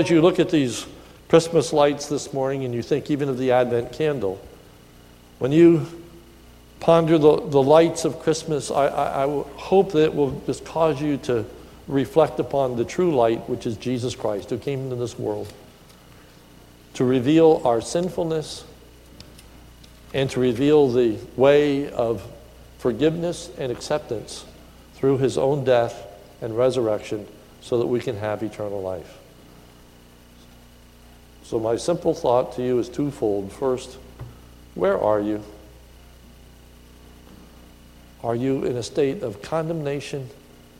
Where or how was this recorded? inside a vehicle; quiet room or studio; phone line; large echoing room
large echoing room